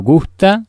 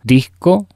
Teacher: vemos una cantidad de S que aspiramos acá